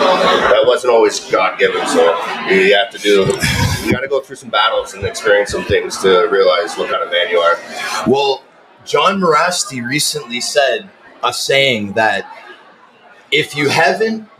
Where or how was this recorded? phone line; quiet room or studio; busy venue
busy venue